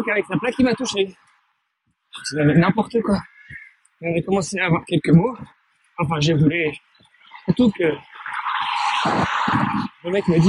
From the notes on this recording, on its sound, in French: 19km de Joux-la-Ville à Avallon avec 217m de dénivelé positif. Court en direction d'Auxerre tout en nous racontant.